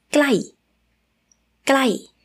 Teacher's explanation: it means near, and the tone is the falling tone